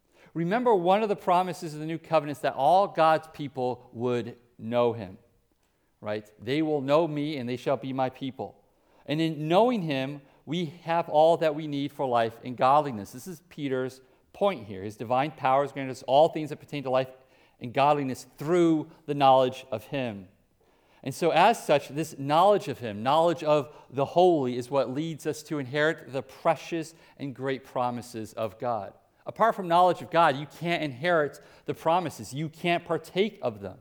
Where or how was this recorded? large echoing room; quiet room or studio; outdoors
large echoing room